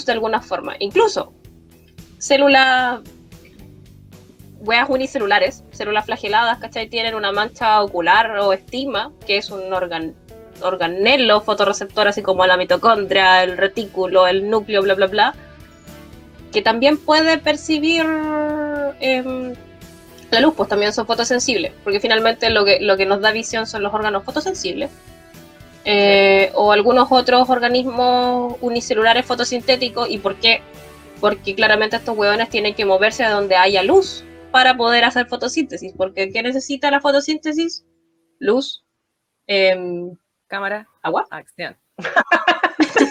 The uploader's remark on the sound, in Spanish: Y na po, es como estar en mi dormitorio porque ESO ES AÚN. Los audios se siguen cortando a ratos, la interferencia a veces, el colapso del Internet, TODO SIGUE IGUAL EN LA PANDEMIA.